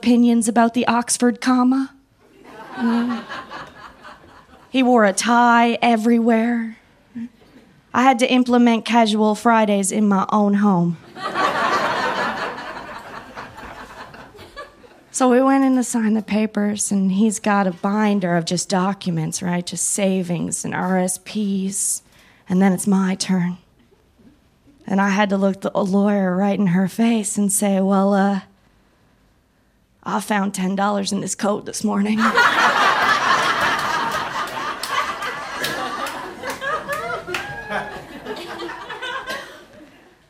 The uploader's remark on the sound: Recorded live at Punch Lines Comedy Club in Saint John, New Brunswick.